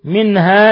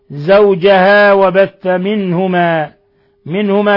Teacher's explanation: منها نون ساكنة جاء بعدها الهاء إظهار حلقي. زوجها وبث منهما، منهما كذلك نون ساكنة جاء بعدها الهاء إظهار حلقي.